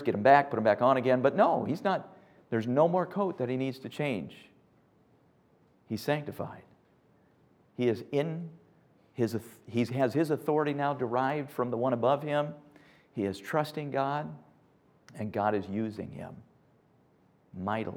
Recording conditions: large echoing room